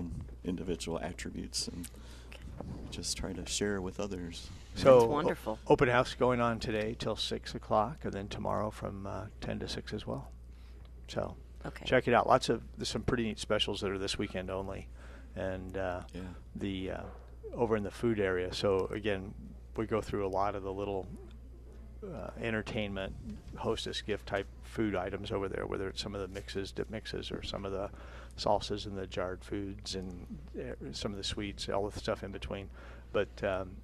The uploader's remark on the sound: Plant Experts Live from Prairie Gardens